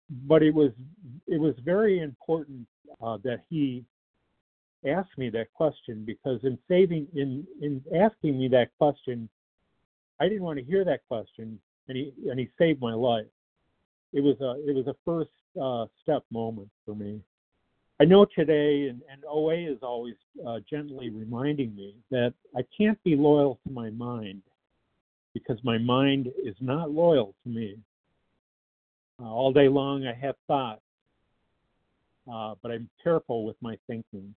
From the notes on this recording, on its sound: 100 Pounders Phone Meeting